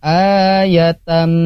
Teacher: Izgomnya karena di sini dilebur dan ditahan, jadi izgom bigunnah.